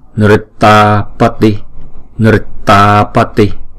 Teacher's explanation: chúng ta kéo dài hai nhịp bởi vì chữ a này có dấu gạch ngang trên đầu